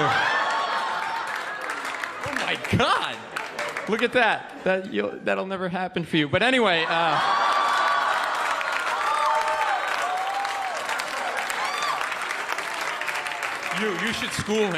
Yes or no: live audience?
yes